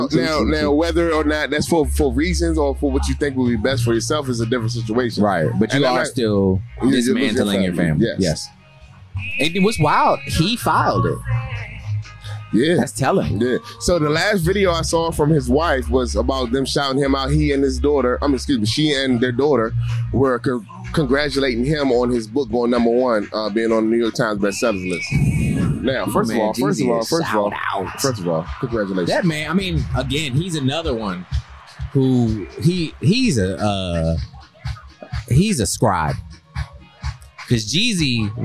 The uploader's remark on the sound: We took the LAID Podcast on the road to the DJ Sound Off battle